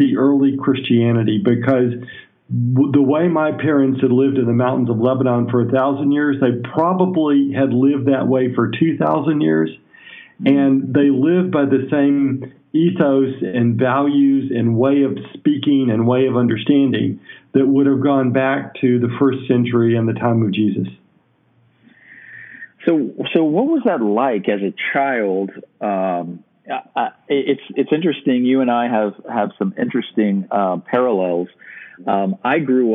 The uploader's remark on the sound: I do a phone interview